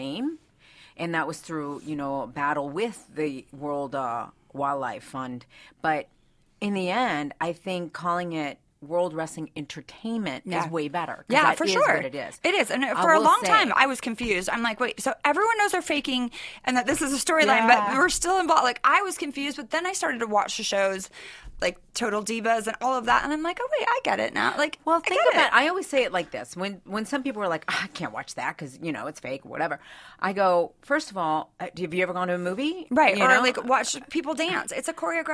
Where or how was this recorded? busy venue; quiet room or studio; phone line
quiet room or studio